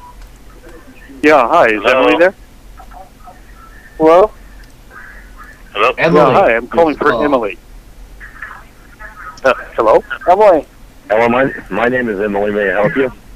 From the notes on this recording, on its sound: Prank Phone Calls.